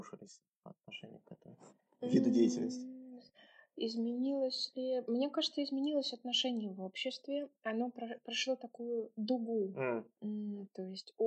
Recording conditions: poor sound quality